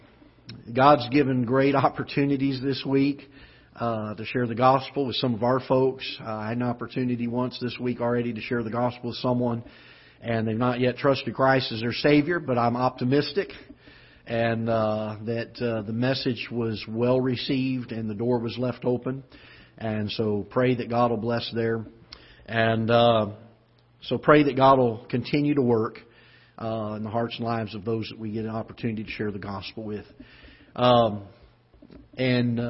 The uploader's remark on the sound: Ketha Heights Baptist Church ~ Live Broadcast